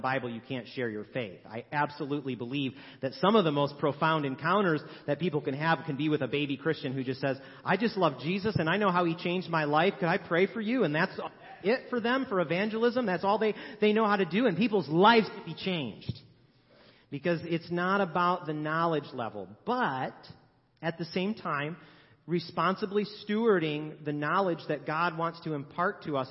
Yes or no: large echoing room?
yes